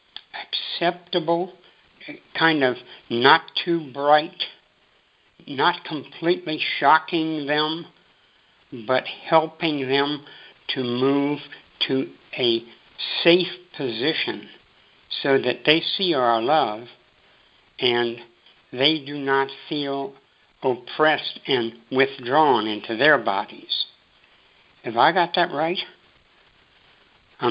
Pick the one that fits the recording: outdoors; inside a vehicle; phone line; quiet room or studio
phone line